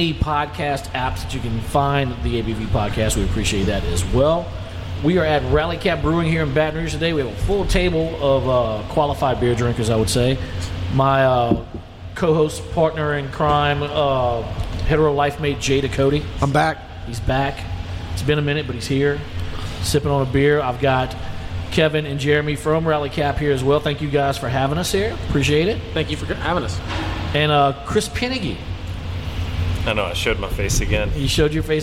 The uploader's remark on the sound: at Rally Cap Brewing in Baton Rouge